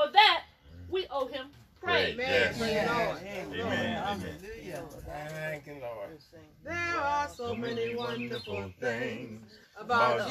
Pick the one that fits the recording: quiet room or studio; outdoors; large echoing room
outdoors